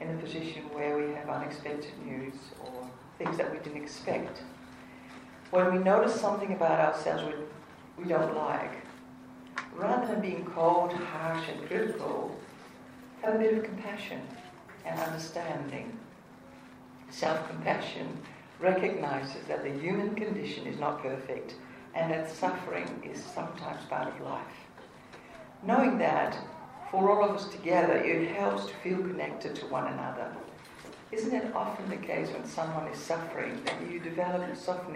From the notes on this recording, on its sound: The biggest morning tea is an annual fundraiser for cancer research in Australia. This year again I had the honour of guest speaker in Mount Gambier with some 350 people in the audience. Sorry for the background noise.